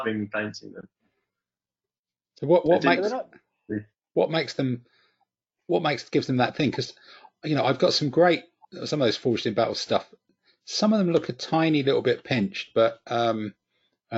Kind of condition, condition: link, video call